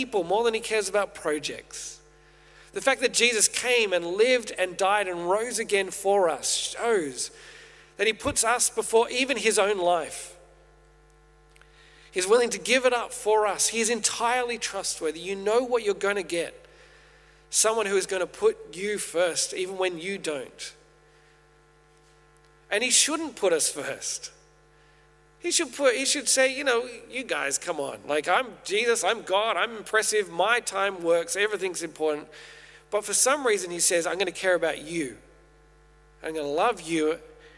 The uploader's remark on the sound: Originally preached at St A's Merri-bek in June 2023.